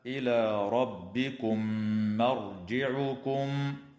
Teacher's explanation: تغن الميم من كلمة ثم، وتدغم الميم الساكنة في الميم مع الغنة